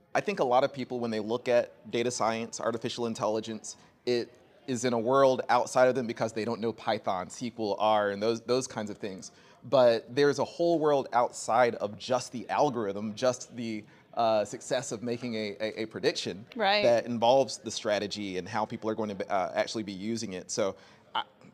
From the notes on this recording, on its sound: The interview was recorded at the 2023 Young Health Leader Summit, which is put on by the Advancement League.